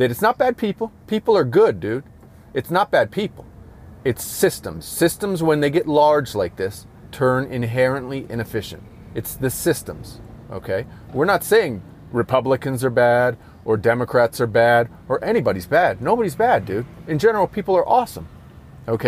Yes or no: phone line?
no